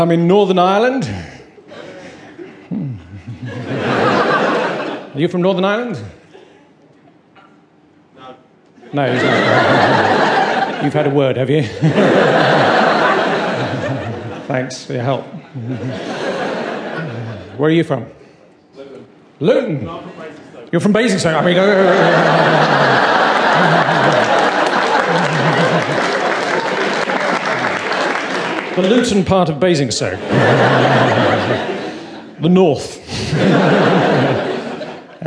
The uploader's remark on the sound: Recorded live on his 2013 UK tour.